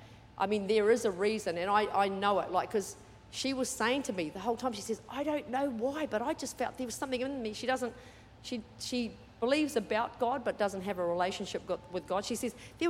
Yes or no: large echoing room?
yes